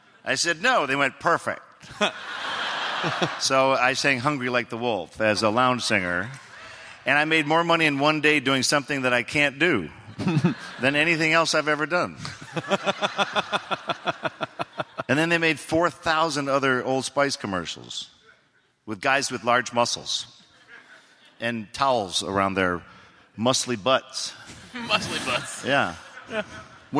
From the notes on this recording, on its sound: they take quemments from the audience!